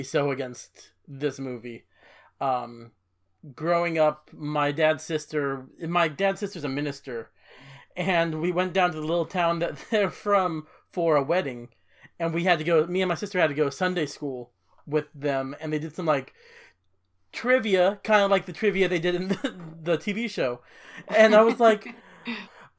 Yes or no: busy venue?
no